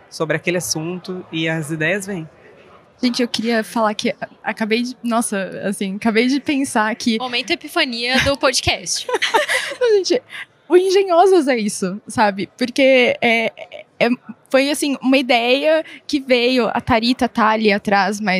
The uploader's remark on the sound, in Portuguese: realizado ao vivo no Siemens Innovation Forum 2022